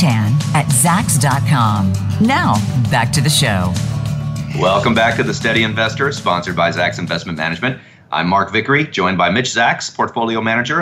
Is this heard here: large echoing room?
no